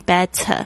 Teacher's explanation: T 呢碰到夹在两个元音之间呢会有浊化的现象，好像是介于 T 跟 D 的声音